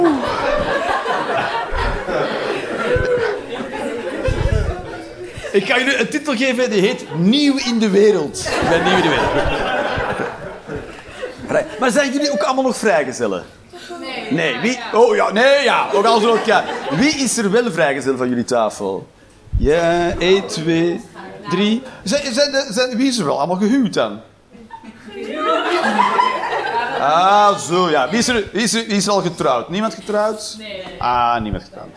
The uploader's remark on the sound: Live 11 Juni 2023, Toomler, Amsterdam